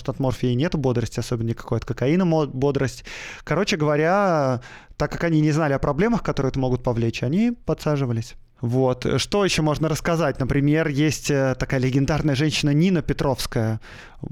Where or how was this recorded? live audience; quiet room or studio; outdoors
quiet room or studio